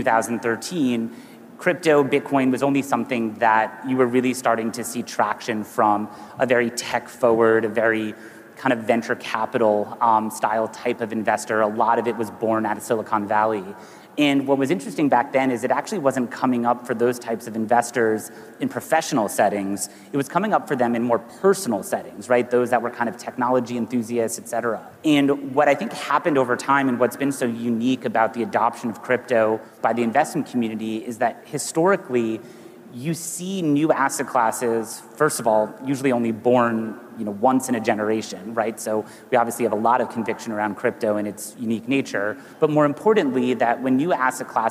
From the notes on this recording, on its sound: A Consensus 2023 panel